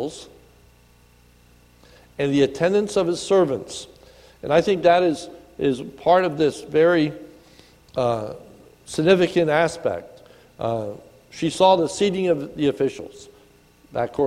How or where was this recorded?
large echoing room